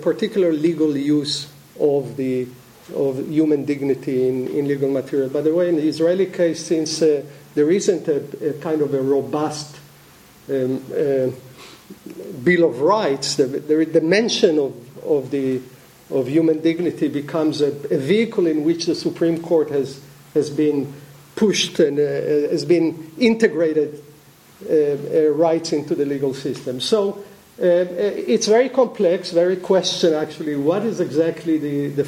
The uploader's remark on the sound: The 2015 Dewey Lecture was recorded on November 11 at the University of Chicago Law School.